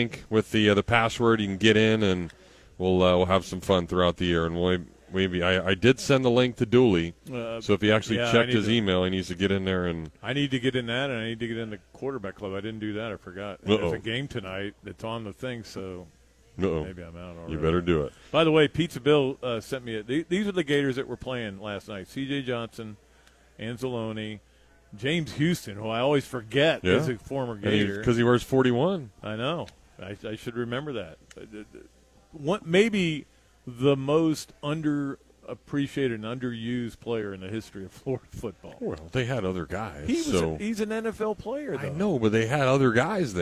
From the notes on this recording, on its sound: live from the Gainesville Hilton